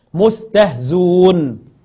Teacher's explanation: طبعا الهمزة مدام هتبدل واو أو عفوا إما الهمزة هتحذف يبقى لابد أن تبدل تبدل الكسرة ضم. مستهزئون لما نحذف الهمزة يبقى لابد نخلي الكسرة ضم عشان تناسب الواو. في بعض الناس قال لك لا أنا سيب الكسرة زي ما هي، وده كلام مش مظبوط. · Term: مذهب الحذف